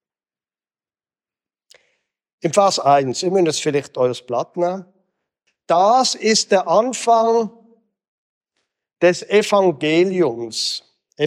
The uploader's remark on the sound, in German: Gottesdienst am Generationen-Wochenende im Begegnungszentrum Rüdlingen